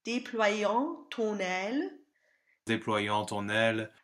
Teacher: It may be because older diction references use an open O for the O nasal, but it has become common practice to use the closed O for this sound, and it should be based on this very closed O vowel. The A nasal is based on the dark A, which is very close to an open O. These two sounds happen back to back in several phrases here.